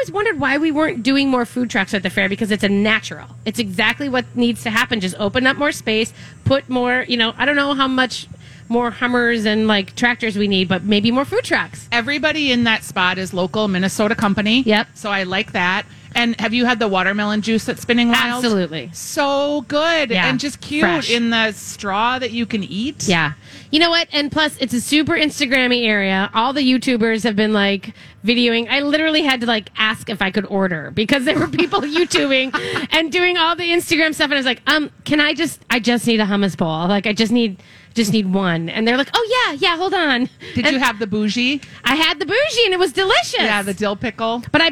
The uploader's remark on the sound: LIVE at the Fair! Weekly Dish broadcasts live from the MN State Fair!